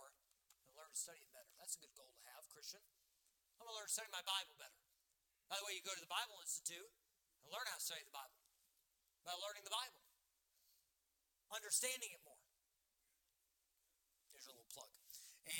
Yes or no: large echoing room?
yes